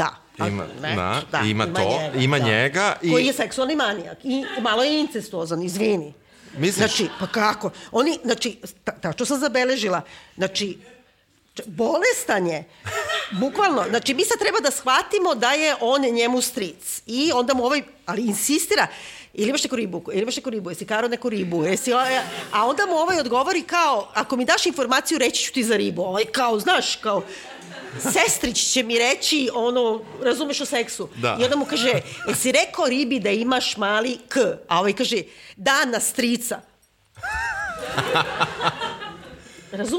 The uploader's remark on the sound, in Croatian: koju smo snimali uživo pred publikom od skoro osamdeset ljudi